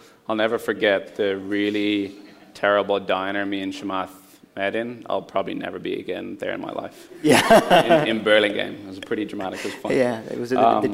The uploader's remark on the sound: Recorded live at the Intercom on Capital event.